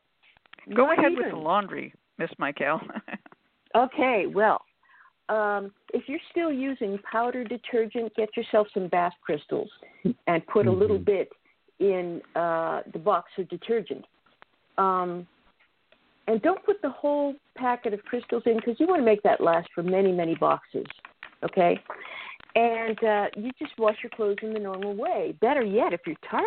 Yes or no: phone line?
yes